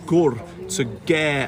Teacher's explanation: the oo sound will become more of a long schwa sound, like an e